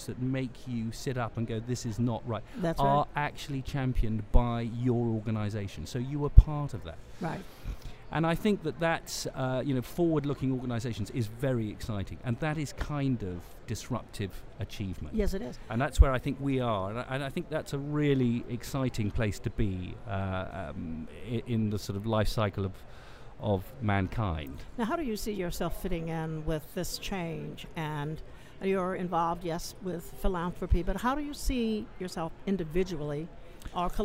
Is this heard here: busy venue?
yes